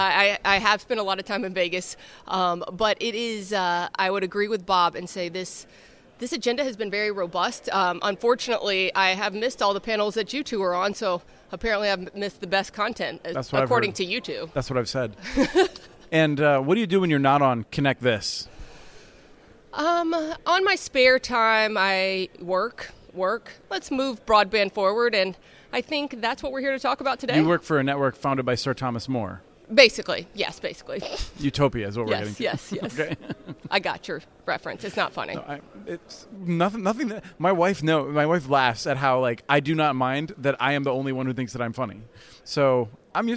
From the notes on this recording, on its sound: joined live from Broadband Communities